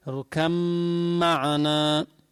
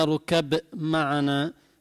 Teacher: ولا بد من إظهار الغنة لأنك أبدلت من الباء ميما ساكنة · Shown in: first take · صار ميم ساكنة بعد ميم متحركة، صار في غنة مقدار حركتين. · Term: الادغام